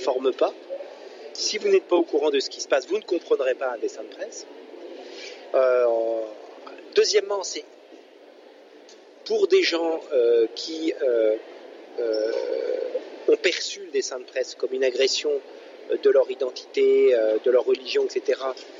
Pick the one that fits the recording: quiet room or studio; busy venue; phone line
busy venue